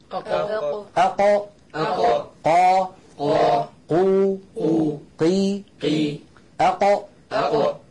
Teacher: لو شبهت يدي هذه باللسان، هذا مؤخرة اللسان أقصاه، وهذا طرف اللسان الأمامي. فأقصى اللسان هنا مع ما يحاذيه من الحنك الأعلى مخرج القاف